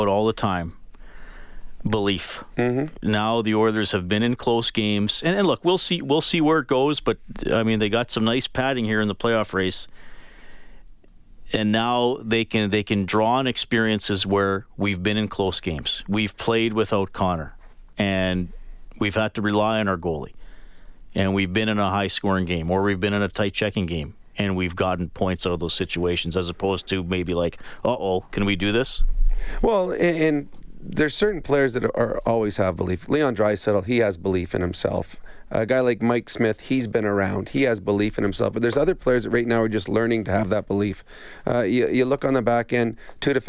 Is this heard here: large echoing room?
no